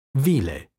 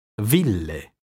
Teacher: L, laterale alveolare semplice, doppia L, laterale alveolare geminata